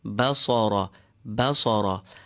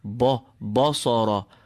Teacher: do not let the fatha of the ba be affected by the fullness of the sad · Shown in: first take · I've heard too many reciters saying ba, basara. · Term: Ba is unaffected